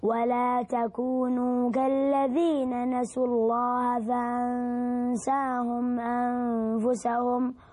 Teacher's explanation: حاول تفخم اللام لفظ الجلالة